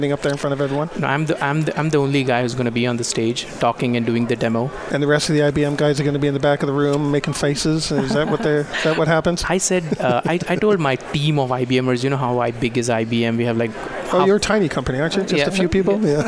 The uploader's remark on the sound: Broadcasting live from DRJ 2018 in Phoenix Arizona